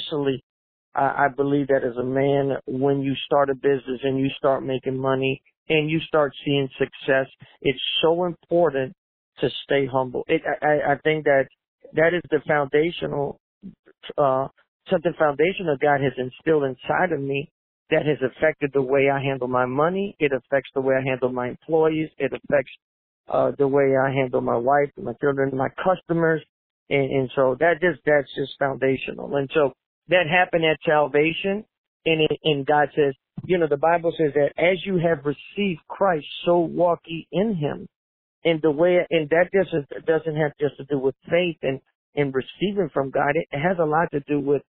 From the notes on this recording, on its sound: In this phone interview for "A Better Way". Despite the delay and sound quality from a less-than-ideal cell phone connection, this interview was so good we had to go ahead and share it!